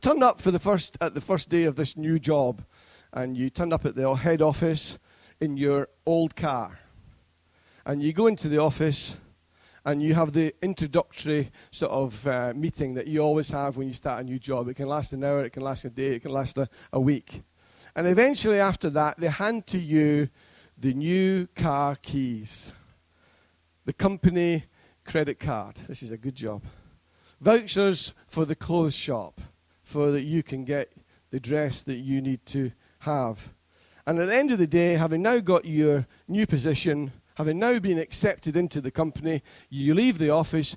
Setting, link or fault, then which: setting, large echoing room